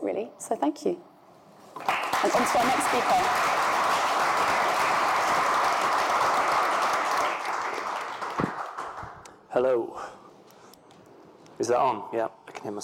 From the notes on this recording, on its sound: An on-stage conversation